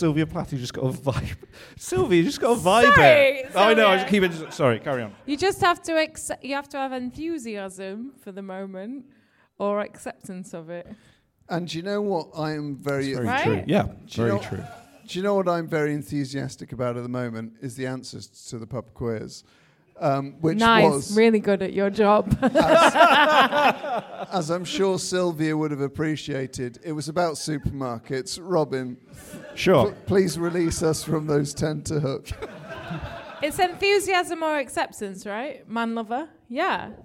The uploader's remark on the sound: Having live music at The Moon Under Water has always been a point of contention with our guests. In our final live episode.